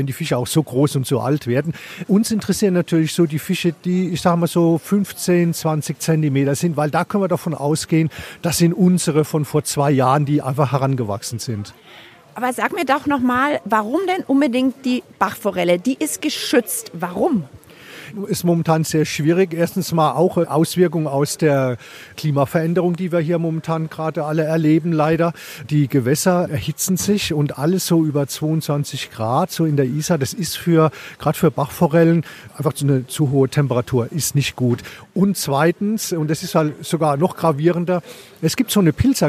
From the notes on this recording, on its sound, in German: Ist live bei der Bachauskehr dabei. Im Auer Mühlbach.